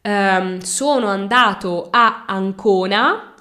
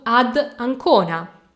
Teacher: quando ci sono troppe vocali vicine è comodo infilare una bella D eufonica · Shown in: second take · Però, questa non è una regola.